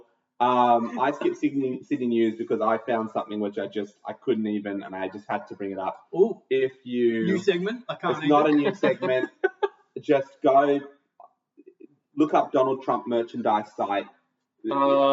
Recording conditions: poor sound quality